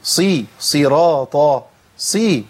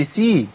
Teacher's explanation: فيها صعوبة لأن فيها إطباق وفيها استعلاء · Shown in: first take